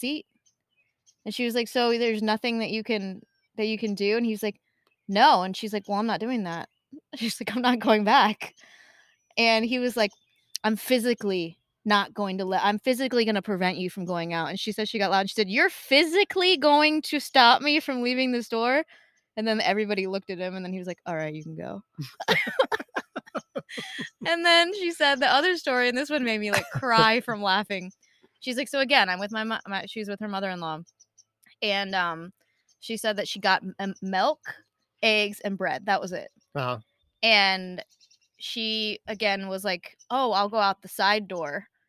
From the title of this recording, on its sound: Live from our backyard